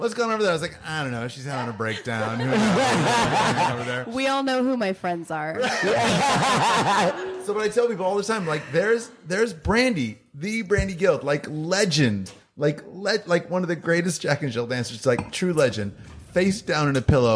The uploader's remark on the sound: The Naked Wine Coast Truth: Live from Boogie by the Bay 2019. For our latest live show at Boogie by the Bay.